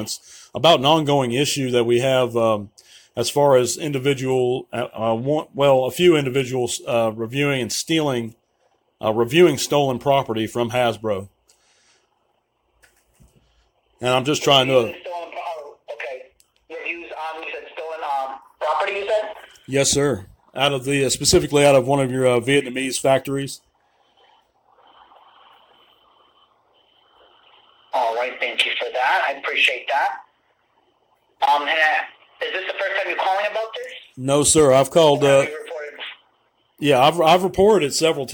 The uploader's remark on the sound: Phone Call To HASBRO